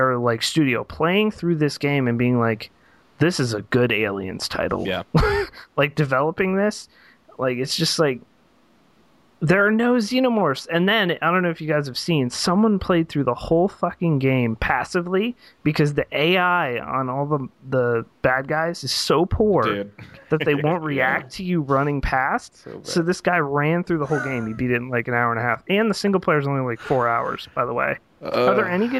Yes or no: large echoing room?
no